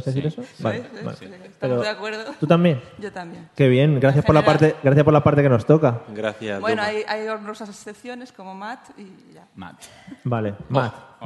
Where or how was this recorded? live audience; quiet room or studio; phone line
live audience